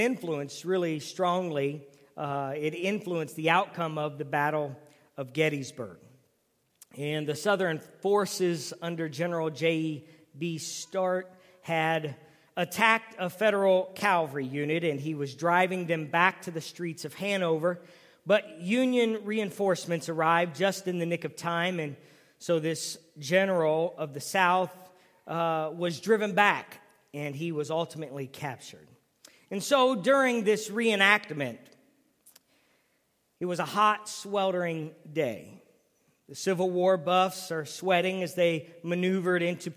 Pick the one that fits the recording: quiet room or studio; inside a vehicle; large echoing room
large echoing room